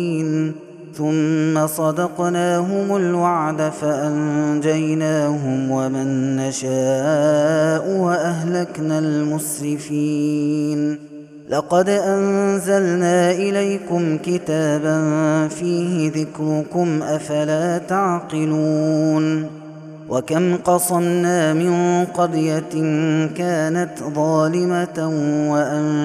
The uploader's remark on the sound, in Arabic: هذا التسجيل من صلاة التراويح